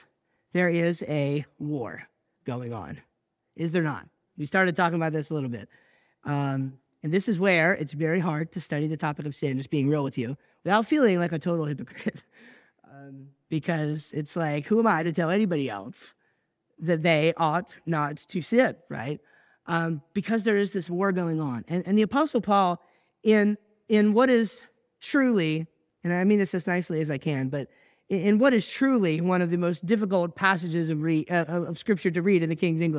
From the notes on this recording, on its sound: I recently preached at church